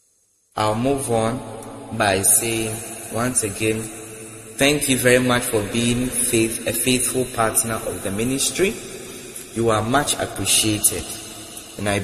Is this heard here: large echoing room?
yes